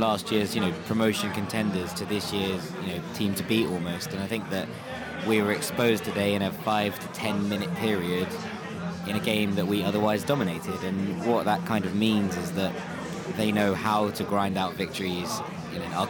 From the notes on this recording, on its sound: live in The Jolly Gardeners pub